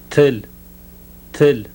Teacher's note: Now the voiceless alveolar plosive